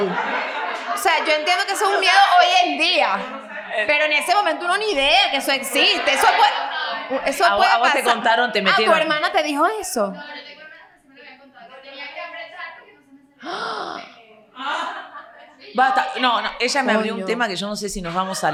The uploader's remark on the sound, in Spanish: Un episodio especial desde Caracas.